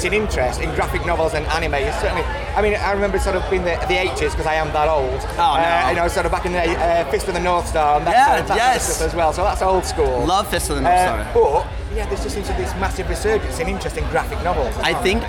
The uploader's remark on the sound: at Download Festival 2019